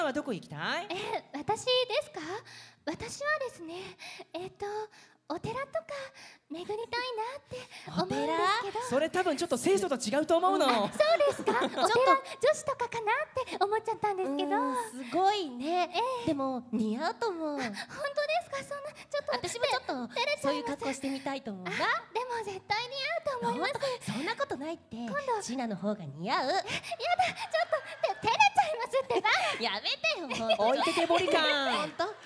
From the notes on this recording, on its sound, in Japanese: 先日行われたサンリオ国との同盟会談！(つまり公開録音です)。